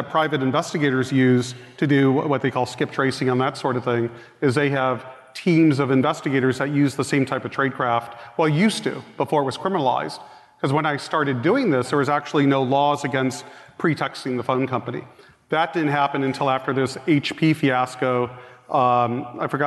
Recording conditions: busy venue